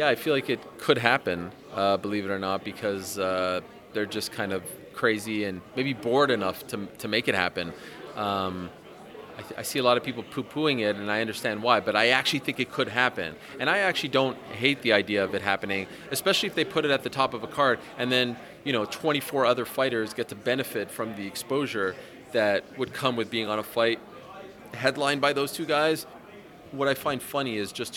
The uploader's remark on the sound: at the launch press conference